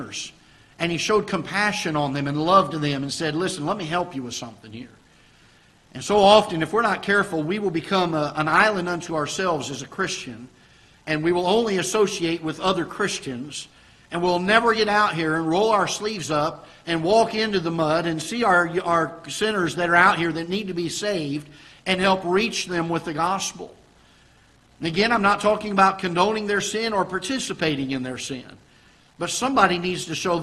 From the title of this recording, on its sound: Ketha Heights Baptist Church ~ Live Broadcast